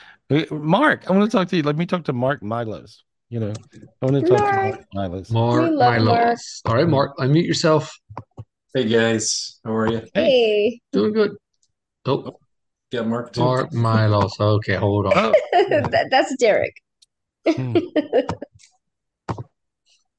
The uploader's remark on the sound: This was recorded LIVE on Zoom on January 13th, 2024.